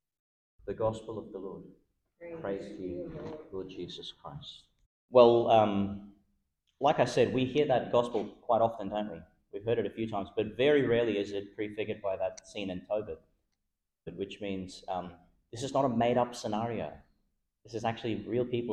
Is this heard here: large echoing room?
yes